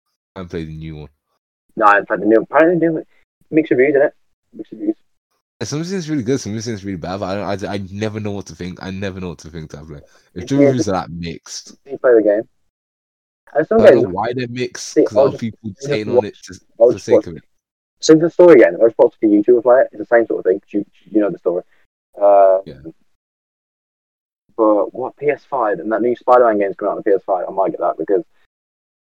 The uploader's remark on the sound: This is our first ever episode the audio is a bit off.